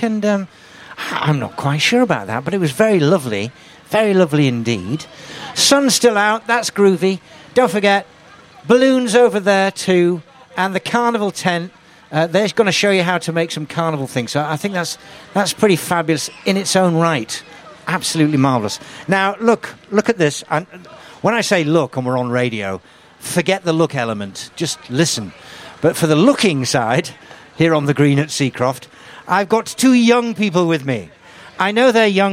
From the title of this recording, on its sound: Live at Seacroft Village Green